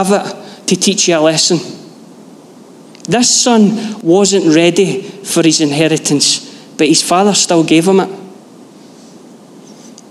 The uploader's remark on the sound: Live from our Sunday gathering on 18/06/23